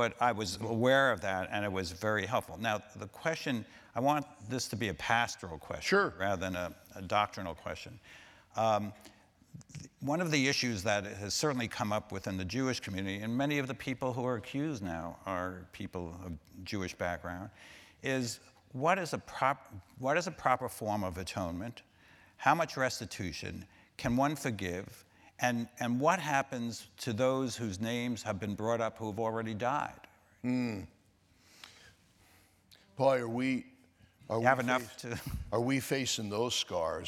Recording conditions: live audience